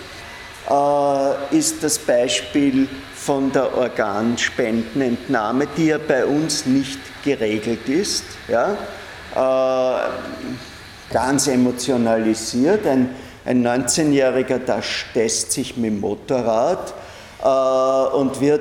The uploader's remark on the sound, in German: Diese Vorlesung wurde von Studierenden aufgenommen